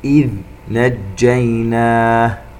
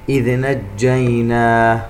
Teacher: الذال الساكنة نعطيها صفة الرخاوة، أي يجري الصوت · Shown in: first take · إذا لم نعطيها هذه الصفة ستقلقل، وهذا خطأ شائع.